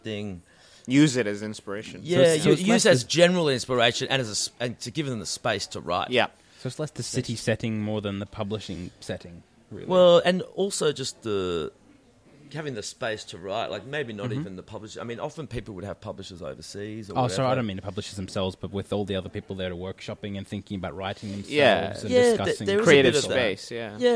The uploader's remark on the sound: Recorded live at the Brunswick Street Bookstore.